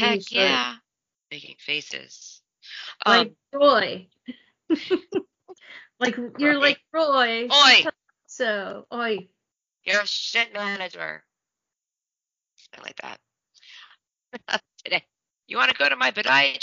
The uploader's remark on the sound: Last ep with these stupid sound issues.